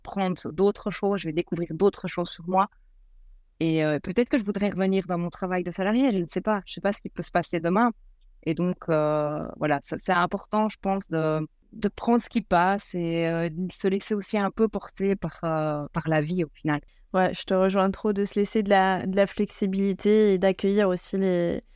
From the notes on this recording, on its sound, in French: Vivre de sa passion à bord d'un bateau. L'épisode a été enregistré sur un bateau, ajoutant une touche unique à notre conversation.